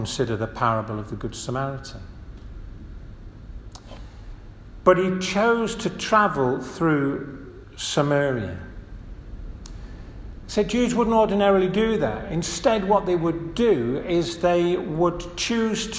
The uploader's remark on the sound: This audio recording was taken from the 1:30 Communion service at St Matthew's Church, Stalling Busk on March 12th, 2023